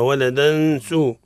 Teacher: التنوين متتابع بعده حرف السين، حكمه الإخفاء، الإخفاء مع الغنة